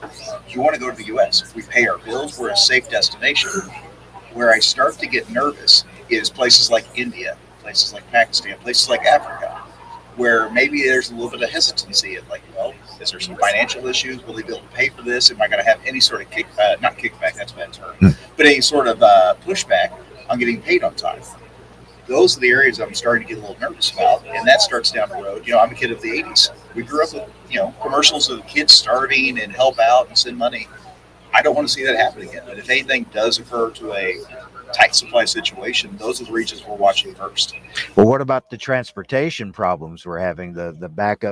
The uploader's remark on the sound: live from NAFB 2021